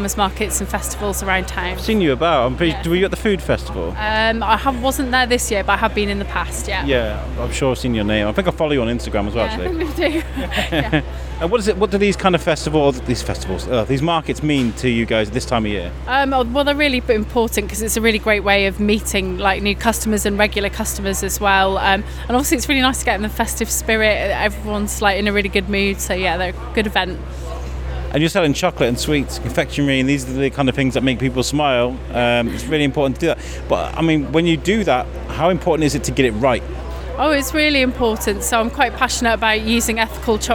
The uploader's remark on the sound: One of the best things for The Biscuit to do is to take a mic to an event and collect conversations with many people about many different things. Took a mic to the Shropshire Handmade & Creative event at Salop Leisure, Shrewsbury. We thought we'd come and take a walk around.